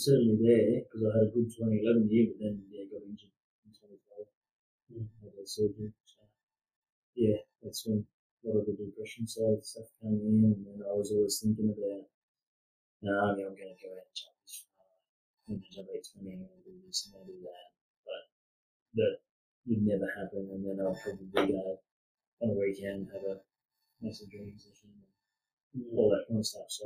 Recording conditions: poor sound quality